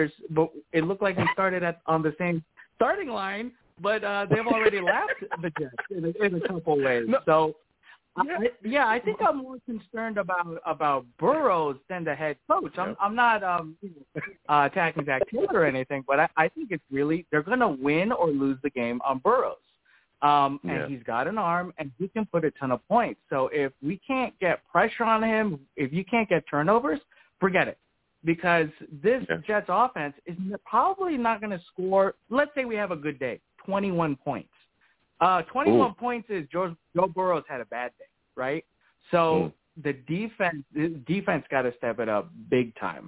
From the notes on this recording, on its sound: I also take live callers!